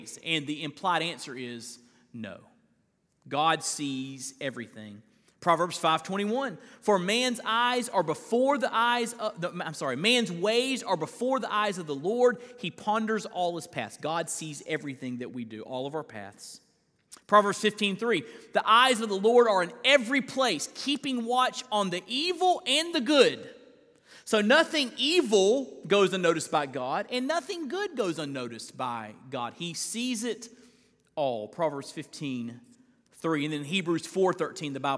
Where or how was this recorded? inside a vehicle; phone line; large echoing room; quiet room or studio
large echoing room